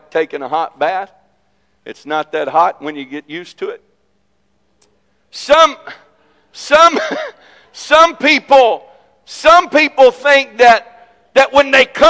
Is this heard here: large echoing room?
yes